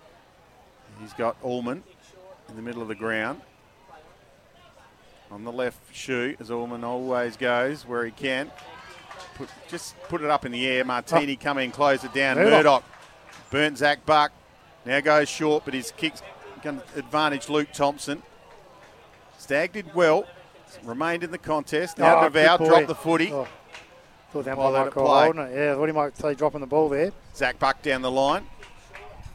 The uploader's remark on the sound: The Eagles take on the Tigers at Maughan Thiem KIA Oval in front of a big crowd and it's an absolute thriller!